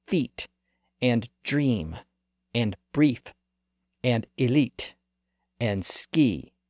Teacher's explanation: The highest vowel sound in the front part of the mouth is the E sound.